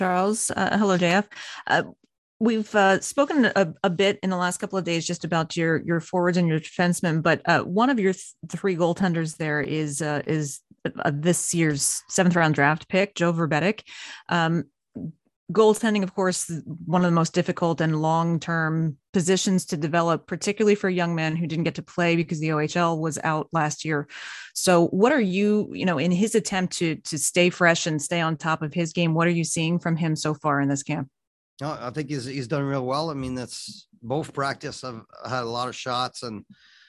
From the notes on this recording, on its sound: BROSSARD, QC — The AHL Report team from Rocket Sports Media was on the media’s Zoom call for the second on-ice session of the Montreal Canadiens’ 2021 Rookie Camp, held at the Bell Sports Complex.